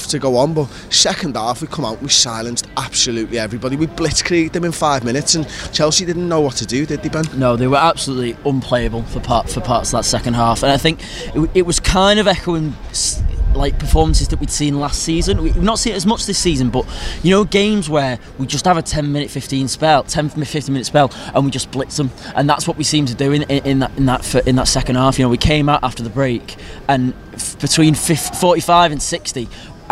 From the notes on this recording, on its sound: The lads are outside Anfield